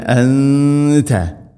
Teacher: അതുപോലെ തന്നെ അൻത നൂനിനെ അവ്യക്തമാക്കി മണിക്കണം. ഇഖ്ഫാ ബിഗുന്ന സാക്കിന നൂന് ശേഷം ത വരുമ്പോൾ അവ്യക്തമാക്കി മണിക്കണം.